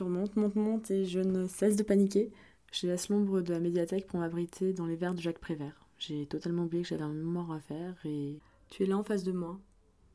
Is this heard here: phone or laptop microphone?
yes